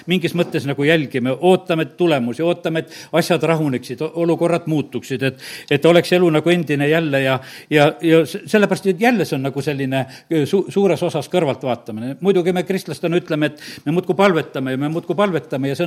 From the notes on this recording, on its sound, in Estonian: Audio salvestus koosolekult